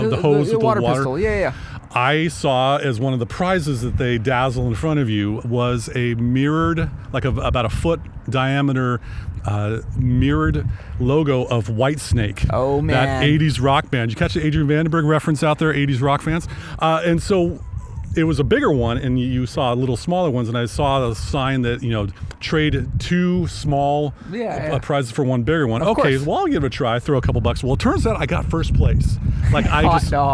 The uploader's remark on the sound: Out on location at the constantly expanding Waypoint Park to record this episode.